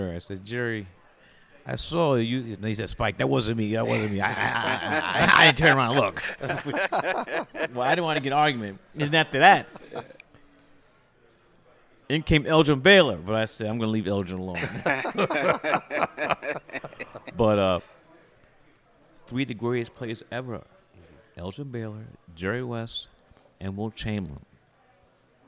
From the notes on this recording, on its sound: Joins Knicks Fan TV at Clyde's Wine and Dine for an exclusive interview!